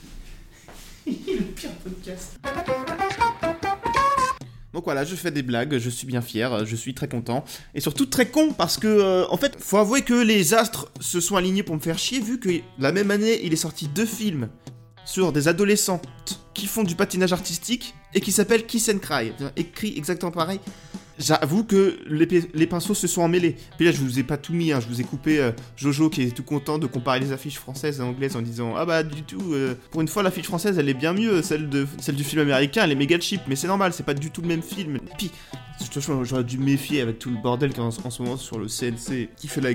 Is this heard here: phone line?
no